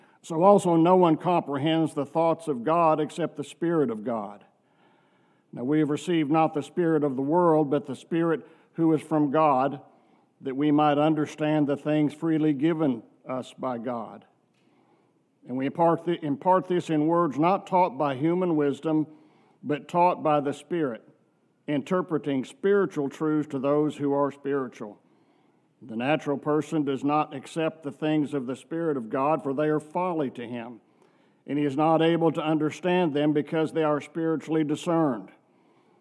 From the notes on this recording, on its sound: from our worship service on November 26, 2023